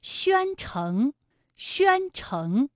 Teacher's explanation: 比如说宣城的宣字就是一个前鼻音，有前鼻韵母渊，城是后鼻音，有后鼻韵母嗯。这个词语对于前后鼻音不分的朋友读起来呢可能有点困难啊，大家跟我读一遍，宣城，宣城。此外呢唐代的唐字也是一个后鼻音，有后鼻韵母昂，还有景和情字有后鼻韵